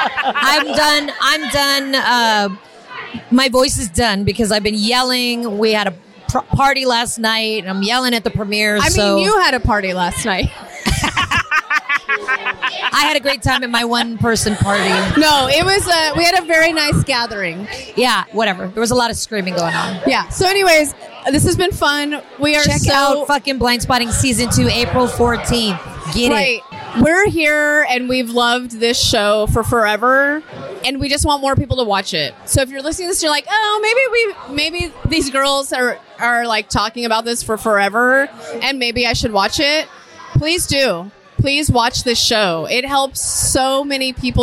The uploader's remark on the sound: SXSW Festival 2023. Basic Bitching at the Blindspotting Premiere Party. This is a Basic Bitch from the Fairmont Hotel in Austin, as we celebrate the season premiere with cast and crew from the show.